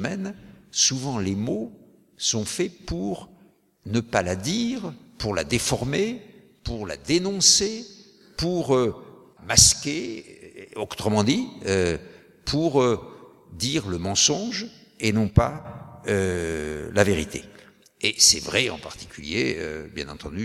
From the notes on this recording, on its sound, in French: Dans le cadre des Conférences d'Aurore "Comprendre pour mieux agir", écoutez les questions de la salle et la conclusion de la journée. Depuis l'Archipel, à Paris.